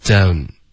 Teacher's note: 结尾的 n 呢一定要顶舌尖，不是一个 on 结尾的这个后鼻音，OK，这是一个很常见的错误，然后以前讲过无数遍，可是大家还是会反应过来想要用东，因为你的语感会跟你说这个是对的，啊、是个错误，OK，是 the u 顶舌尖，don，不是东，OK，I、okay? don'tunderstand，I don'tunderstand。